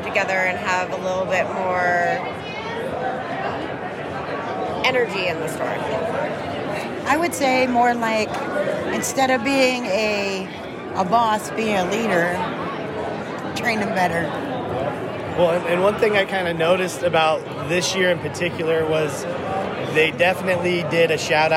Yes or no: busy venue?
yes